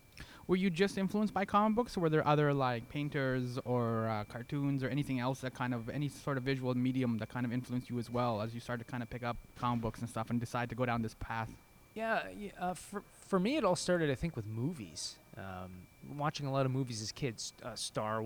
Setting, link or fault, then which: setting, busy venue